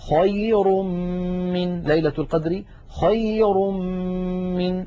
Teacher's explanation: خير من ليلة القدر، خير من، أيضا انتقلنا من الراء المضمومة إلى الميم التي بعدها فتحول التنوين إلى ميم ثم أدغمت الميم في الميم